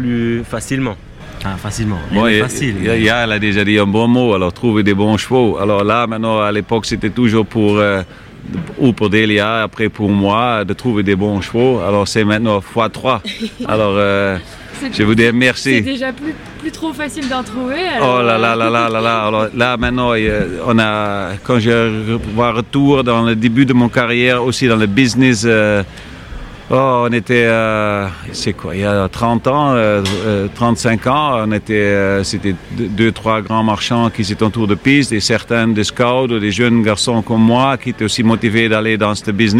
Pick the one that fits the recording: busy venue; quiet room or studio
busy venue